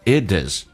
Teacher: It 跟 is 有一个连音叫 it is, t 变 d.